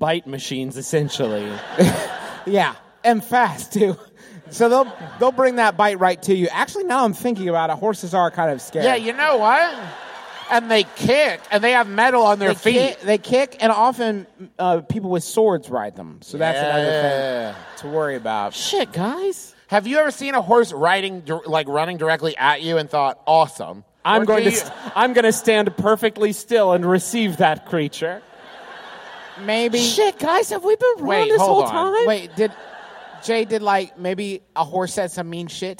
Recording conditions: live audience